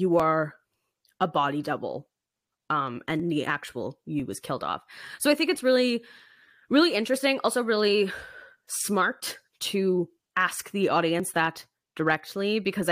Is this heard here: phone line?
no